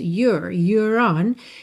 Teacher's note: o R enrolado aqui vai facilitar a ligação no on